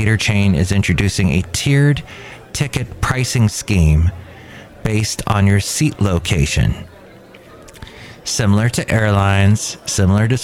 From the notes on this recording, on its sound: podcasts live from Cafe Anyway